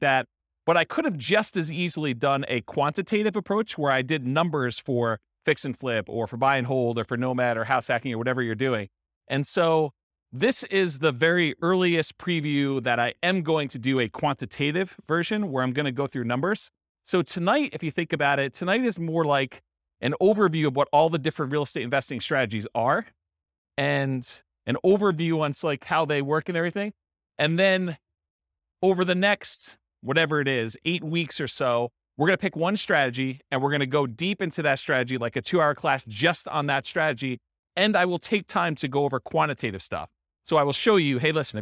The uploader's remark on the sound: This was a live class recorded